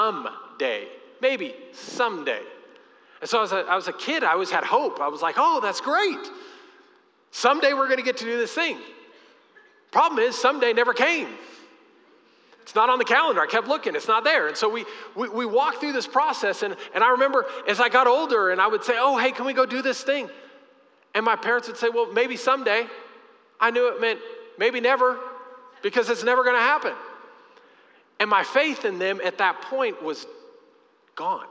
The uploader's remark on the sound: Recorded live during our Sunday morning service